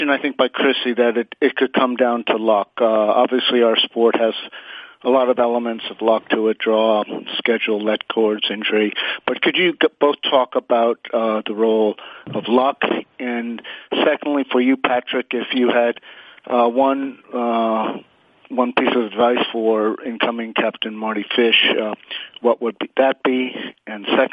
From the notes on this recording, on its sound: Australian Open Conference Call.